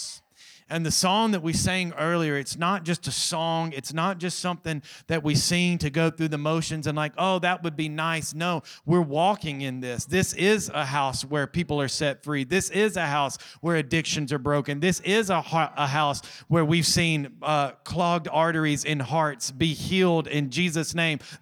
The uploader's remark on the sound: Recorded from our weekly Sunday evening service. Restoration Church.